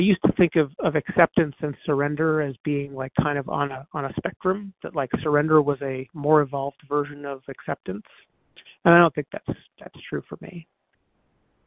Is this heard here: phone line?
yes